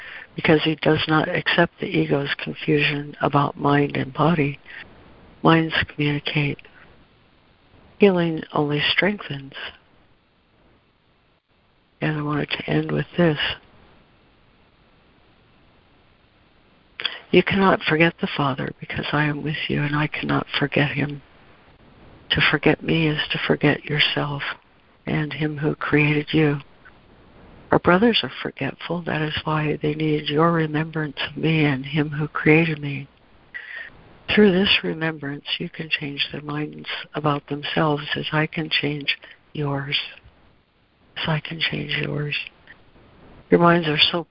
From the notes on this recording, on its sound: ACIM Daily Conference Call.